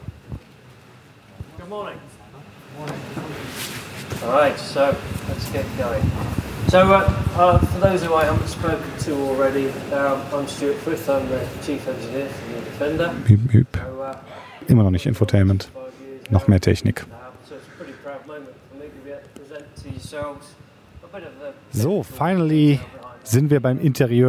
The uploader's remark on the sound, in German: Live Podcast von der Premiere